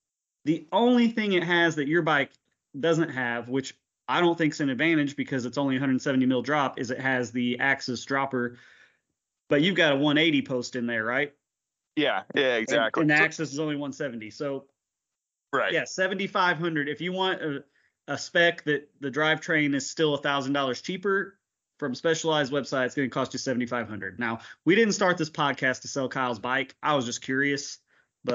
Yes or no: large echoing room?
no